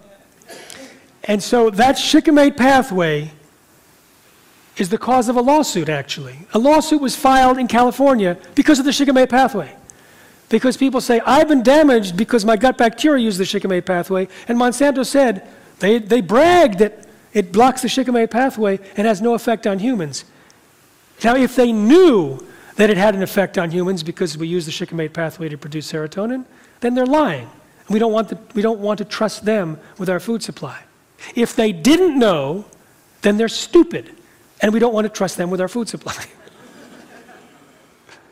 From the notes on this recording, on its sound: talks in front of a live audience